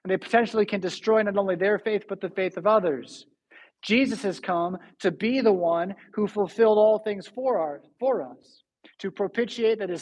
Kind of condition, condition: setting, large echoing room